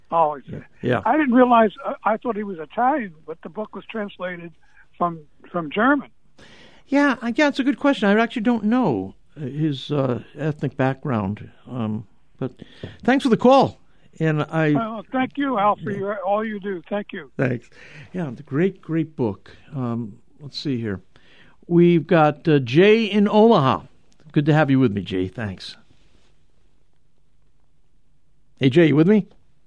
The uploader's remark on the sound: We're opening up the phone lines today!